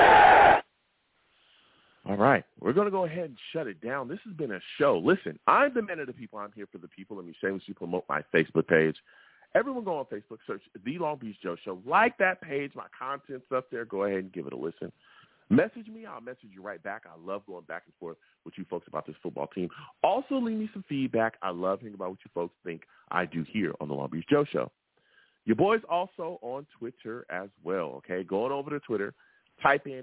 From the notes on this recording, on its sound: I take live callers!